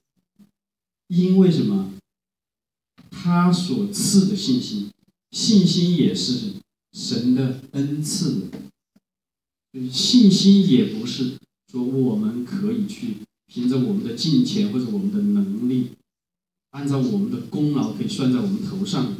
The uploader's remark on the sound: Living Stone Chinese Community Church. Preached at Living Stone, Sunday 2018-01-28.